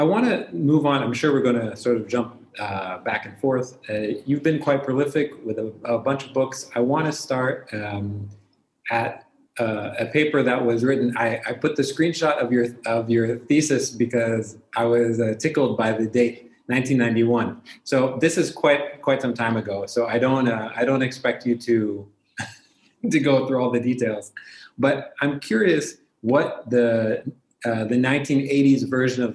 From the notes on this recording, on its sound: Our long-form interview series, hosted on Zoom. There is a moderated town-hall style Q&A with questions coming from the live virtual audience.